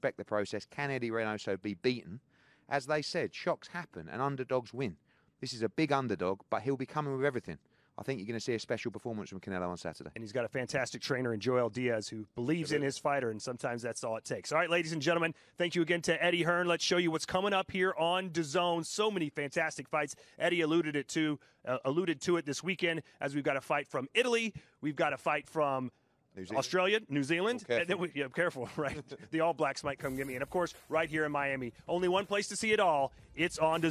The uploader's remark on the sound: undercard press conference